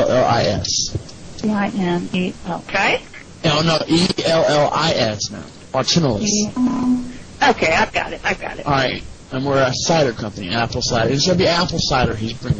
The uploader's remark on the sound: Prank Phone Calls Collection